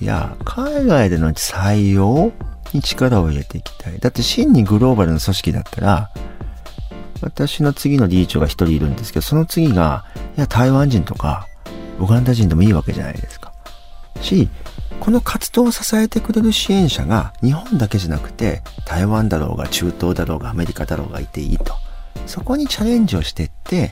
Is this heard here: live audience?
no